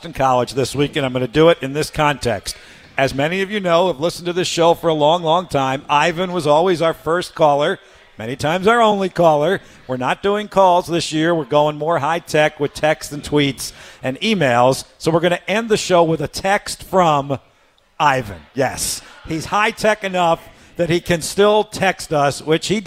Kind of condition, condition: setting, busy venue